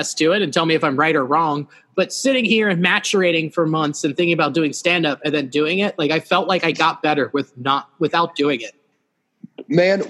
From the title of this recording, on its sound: The Boys Use Zoom